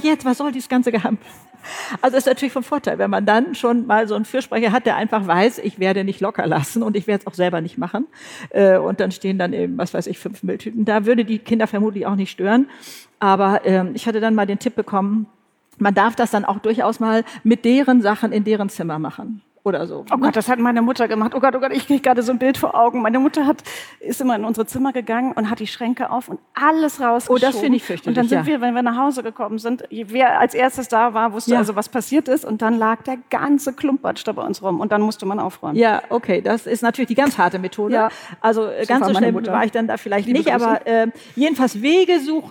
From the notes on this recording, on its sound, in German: Live vor Publikum! Live-Podcast vom BRIGITTE Academy Job-Symposium. Beim großen BRIGITTE Academy Job-Symposium im September 2019 in Mainz war es so weit.